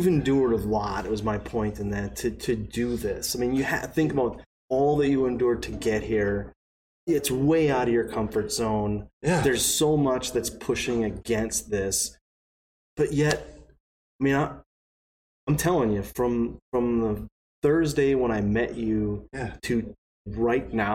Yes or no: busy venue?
no